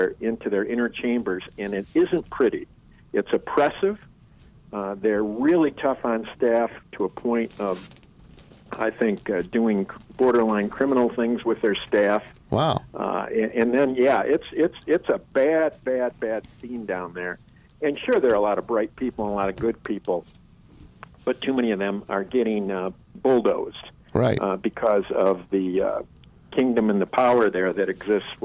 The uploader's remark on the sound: Former Detroit News sports reporter over the phone.